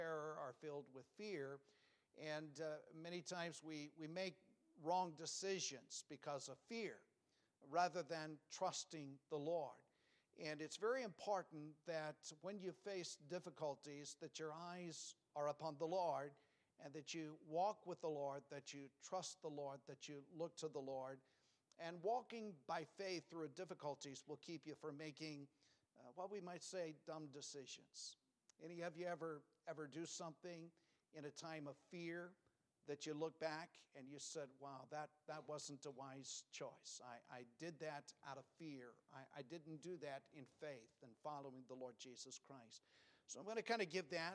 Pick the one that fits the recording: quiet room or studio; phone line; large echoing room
large echoing room